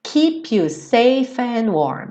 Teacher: Então você junta o F, Seifan warm.